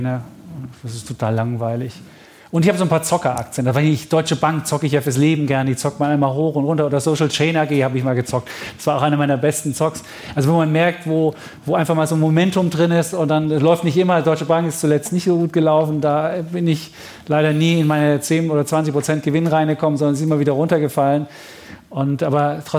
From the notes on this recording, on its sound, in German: Vor Publikum im historischen Journalistenclub.